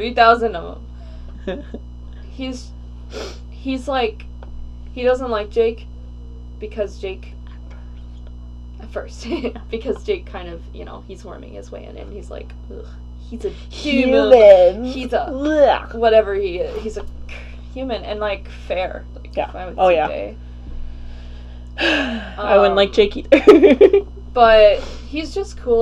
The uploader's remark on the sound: Apologies for the 30 seconds of silence at 10:27 and the mic buzzing in general - we're still figuring this out!